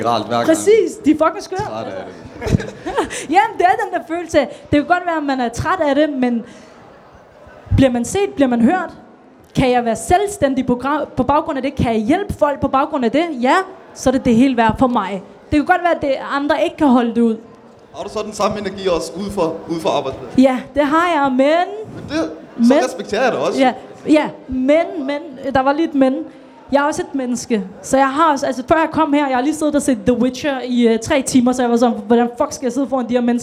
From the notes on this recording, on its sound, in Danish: Dette er en speciel episode som er optaget fra vores Ramdan Event, hvor vi lavede live interview Under Buen.